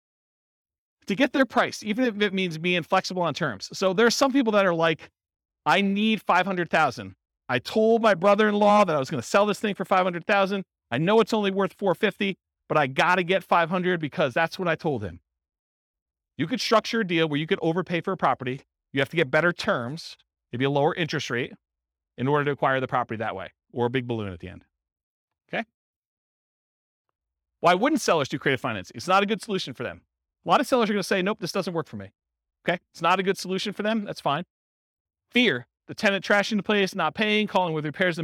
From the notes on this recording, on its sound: This was a live class recorded